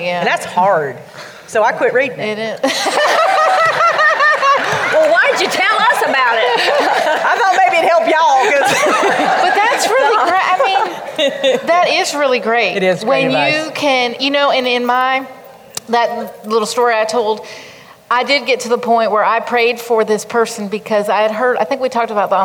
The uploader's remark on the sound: This episode was taped at the Girl Talk Live! Event in Hickory, NC.